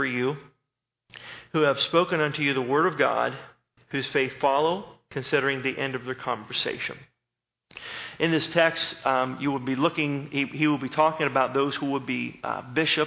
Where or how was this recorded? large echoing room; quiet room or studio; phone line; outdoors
large echoing room